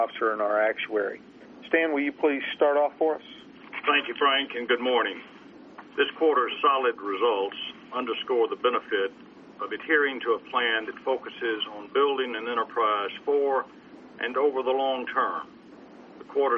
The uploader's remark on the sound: ProAssurance Earnings Conference Call, Second Quarter 2011